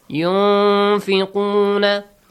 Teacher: We produce the nasal sound and we hide the sound of noon.